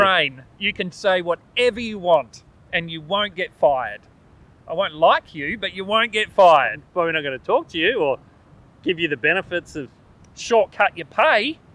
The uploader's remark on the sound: We continue our outside recording from Bulli headlands.